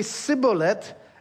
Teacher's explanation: Ephraim doesn't have the sh sound, so they say Sibboleth.